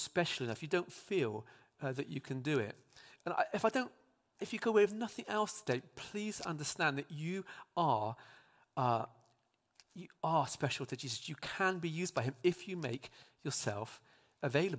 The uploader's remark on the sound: speaks live at Trinity Cheltenham